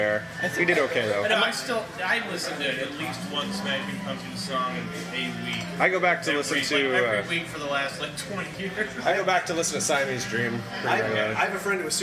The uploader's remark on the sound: The long-overdue, field-recorded episode from XOXO Fest 2014. Mostly in drunken snippets.